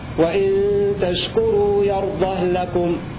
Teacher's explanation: روى بإسكان الهاء السوسي قولا واحدا